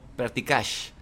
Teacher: Y la R es algo que si no lo intentamos hacer de manera intencional, se empieza a desaparecer y empieza a salir la sh.